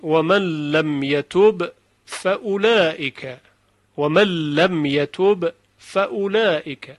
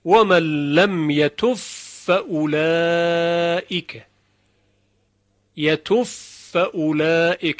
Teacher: به این صورت، و من لم یتوب فاولائک، یتوف اولائک، یعنی با و قلقلش دیگه از بین رفته، اتصال صوتین، صوت با به صوت فا متصل میشه، با در فا فنا میشه و حرف فا مشدد شنیده میشه · Shown in: second take · Term: ادغام